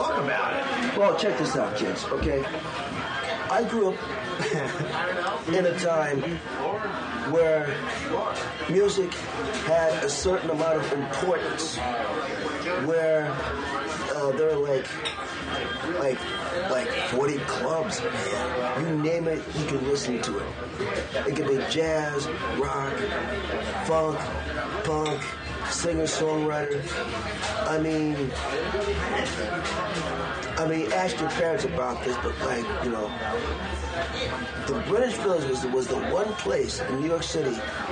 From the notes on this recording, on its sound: Sitting down in the Washington Square Diner off of West 4th Street in New York City.